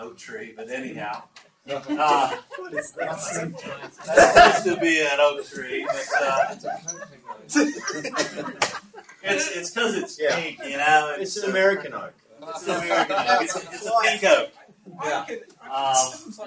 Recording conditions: poor sound quality